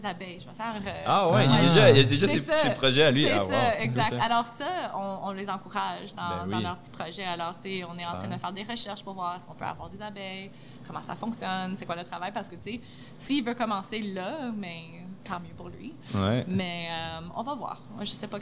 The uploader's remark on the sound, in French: Est au Pop Up des Fermes et Restos. Les épisodes ont été enregistrés en direct pour vous faire revivre cette belle journée.